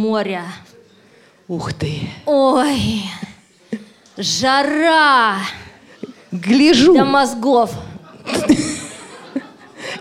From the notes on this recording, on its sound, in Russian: Аудиозаписи интерактивного молодёжного креатив-шоу «Бои без правил», которое состоялось в рамках Всероссийского игрового фестиваля 9 декабря 2016 года в КСРК ВОС в Москве. Запись прямого эфира.